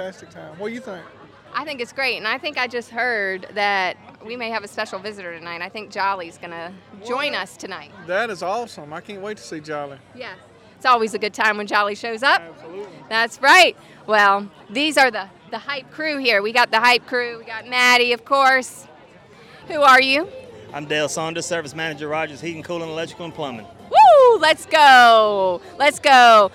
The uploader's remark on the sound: Live at Business After Hours. Reports live from a Rogers Heating & Cooling business after hours event. Interviewing some of South Boston’s business owners and professionals.